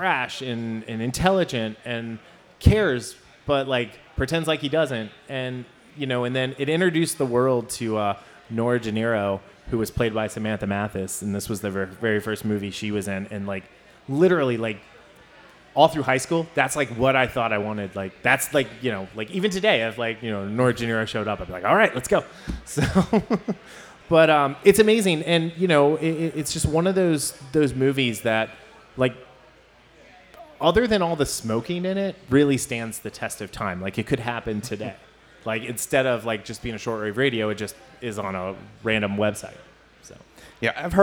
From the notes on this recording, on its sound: Recorded Before a Live Studio Audience. LIVE on the Stage at Fretboard Brewing in Cincinnati, Ohio.